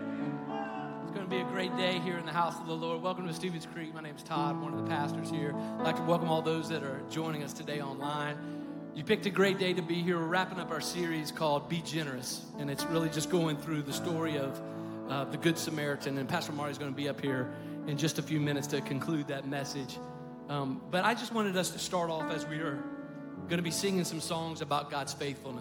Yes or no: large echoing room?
yes